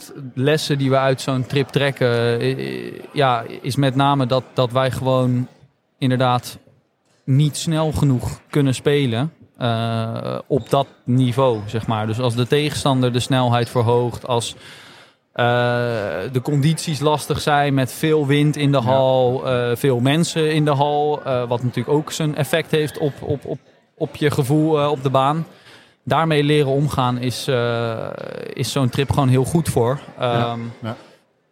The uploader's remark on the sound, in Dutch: De speciale NK editie is opgenomen op de zaterdag van het NK 2023 in Almere.